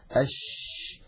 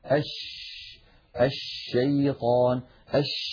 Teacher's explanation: أما الصفات التي لا ضد لها فقد اتصفت الشين بواحدة منها، وهي صفة التفشي، صفة التفشي، وكنا قد شرحناها في درس خاص. ونقول التفشي هو انتشار صوت الشين من مخرجه، يعني من وسط اللسان، حتى يصطدم الصوت الخارج بالصفحة الداخلية للأسنان العليا. أش، لما نقول أش يبدأ صوت الشين من مخرجه، يعني من وسط اللسان، ثم يتابع الصوت خروجه فيصطدم بالصفحة الداخلية للأسنان العليا، فينشأ عن هذا العمل كله انتشار لصوت الشين في أرجاء الفم ويتابع خروجه خارج الفم.